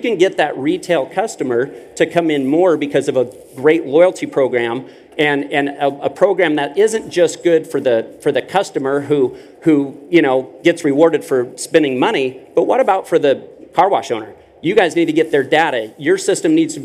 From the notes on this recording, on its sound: This week we are playing you a panel, recorded live at the Car Wash Magazine Live Studio at the Car Wash Show™ 2023 in Las Vegas.